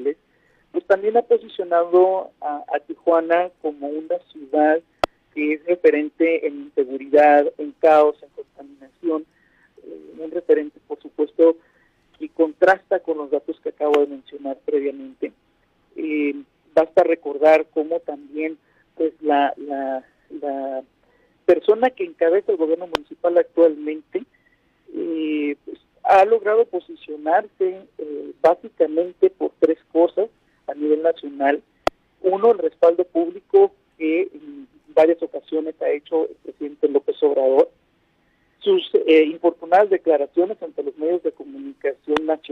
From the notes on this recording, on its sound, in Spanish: entrevistamos vía telefónica